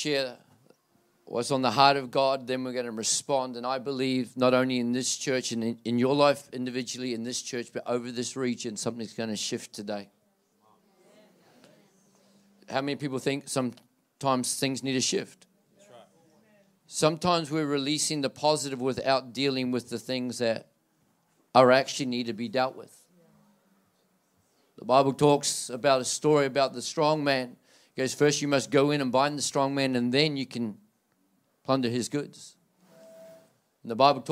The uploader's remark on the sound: This message was recorded at Generations Church, Tatura in July, 2023.